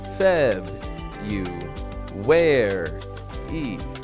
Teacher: No R, but I do add kind of like a W.